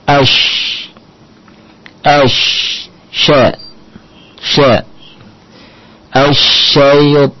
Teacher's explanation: tersebarnya hawa di dalam mulut tatkala mengucapkan huruf shin sehingga nyambung pada makhraj dha · Term: tafashi